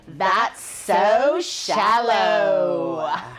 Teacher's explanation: I love that vocal fry at the end.